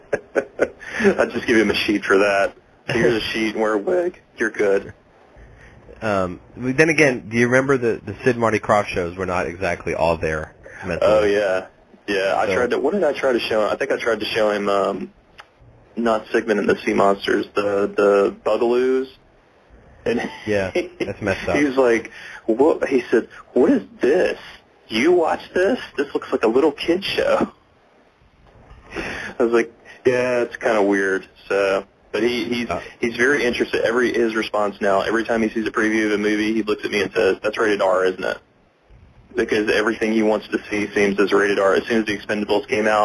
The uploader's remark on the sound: Live Morning Call-In Show